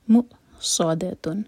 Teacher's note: مؤصدۃن صاد heavy دال light. اس کو سا نہیں پڑھنا، یہ سین نہیں ہے.